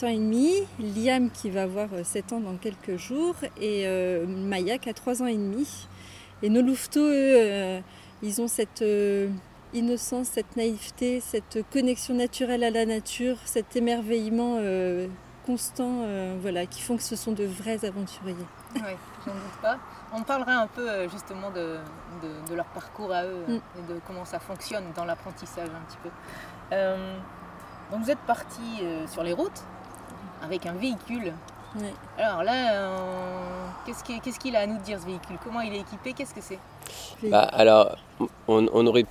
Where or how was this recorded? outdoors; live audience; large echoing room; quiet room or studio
outdoors